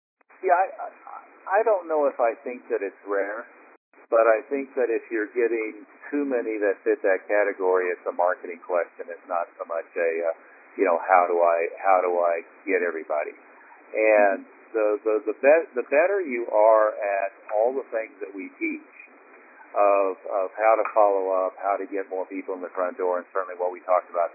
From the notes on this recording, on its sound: Maximum Impact Monthly Teleconference. Host a regular “Best Practices” conference call for all Maximum Impact Members and above.